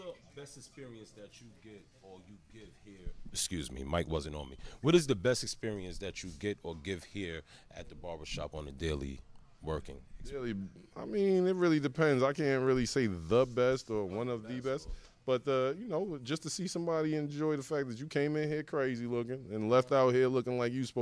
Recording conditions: busy venue